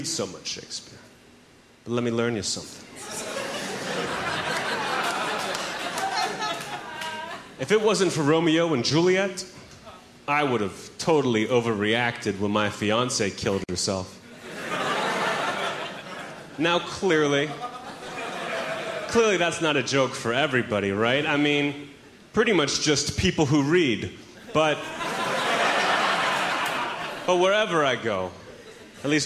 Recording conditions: live audience